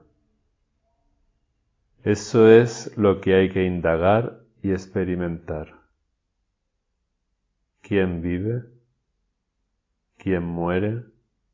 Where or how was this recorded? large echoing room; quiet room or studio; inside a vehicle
large echoing room